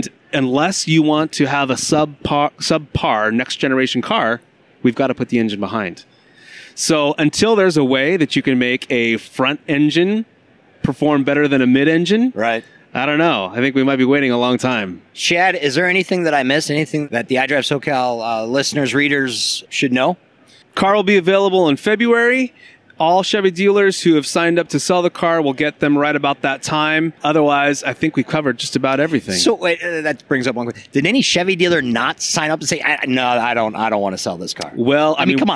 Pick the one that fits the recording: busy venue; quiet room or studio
busy venue